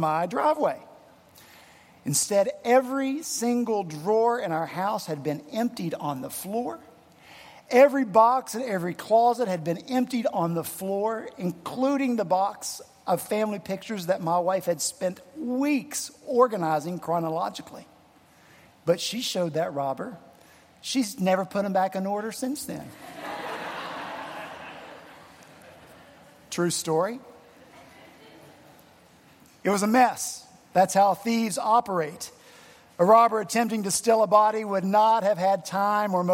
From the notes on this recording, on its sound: at Redeemer Presbyterian Church in Charleston, SC